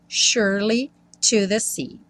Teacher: o S tem um som de X, sh, sh, sh, e o E do meio não é pronunciado. Então, assim que você enrola a língua no R, sure, você já vai para o li.